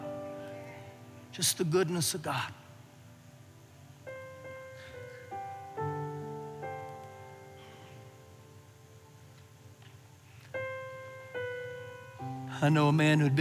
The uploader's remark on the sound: Recorded live during our Sunday morning service